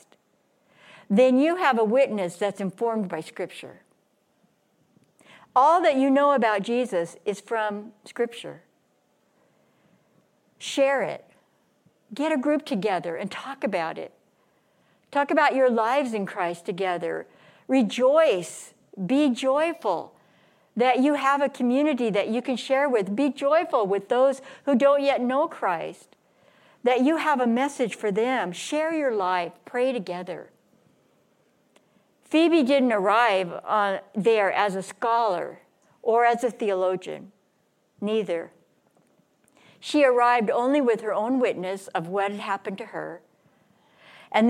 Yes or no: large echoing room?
yes